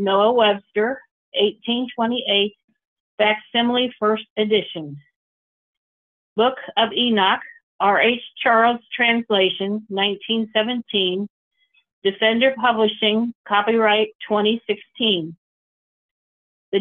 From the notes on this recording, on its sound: Call In Bible Study.